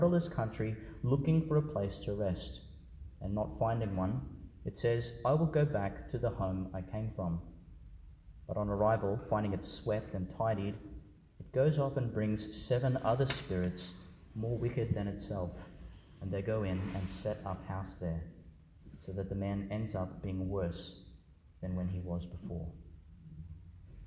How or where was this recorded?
large echoing room